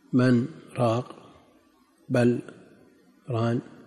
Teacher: والصحيح ترك الإظهار وكسرة القاف في من راق وفتحة النون. هذا موضع سكتة لطيفة عند أهل التجويد: من راق، بل ران، مواضع يسيرة يسكتون فيها سكتة لطيفة.